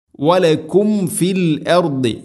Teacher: മീം സാക്കിനക്ക് ശേഷം ഫ വന്നാൽ രണ്ട് ചുണ്ടുകൾ തമ്മിൽ തട്ടിച്ച് മീമിനെ പൂർണ്ണമാക്കണം.